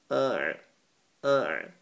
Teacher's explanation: عين from the middle of your throat